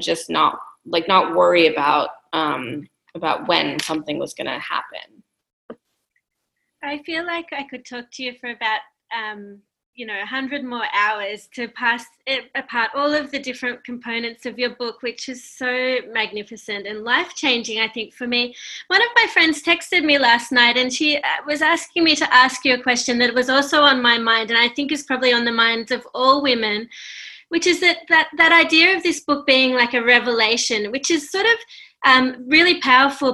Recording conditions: video call